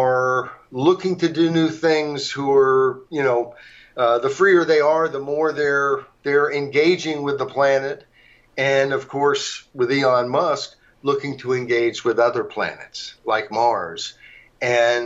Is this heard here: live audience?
no